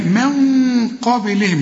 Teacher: الغنة مفخمة بقى عشان القاف